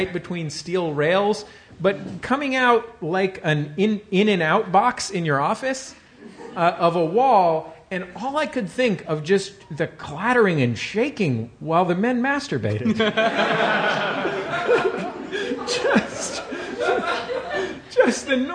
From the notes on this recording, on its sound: Live on a Battleship. Recorded live on the USS Iowa.